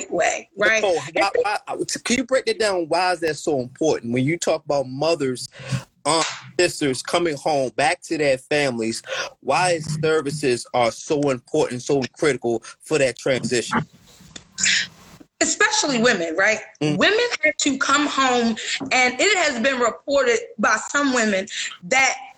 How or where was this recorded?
video call